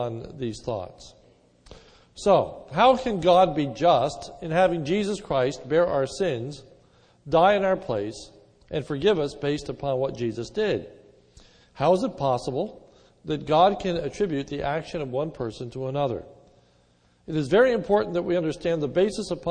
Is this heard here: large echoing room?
yes